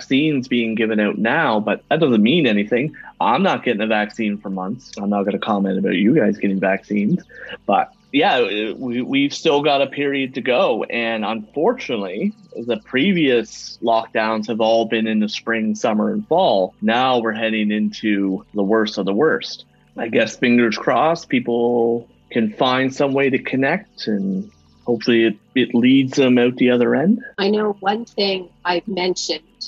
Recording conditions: video call